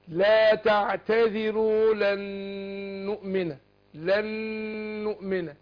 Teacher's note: نطقت النون واحده مشدده واتغمت الاولى في الثانيه. · Term: ادغام مثلين صغير